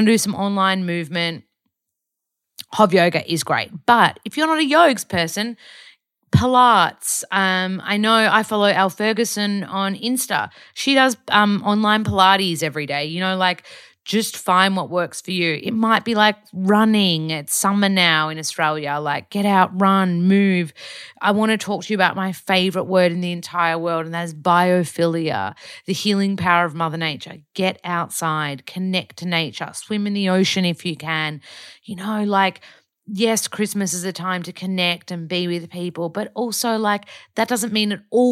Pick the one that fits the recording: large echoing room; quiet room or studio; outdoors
quiet room or studio